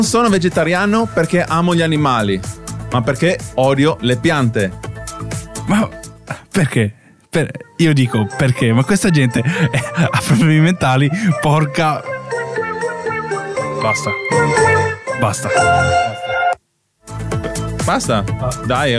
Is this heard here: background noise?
no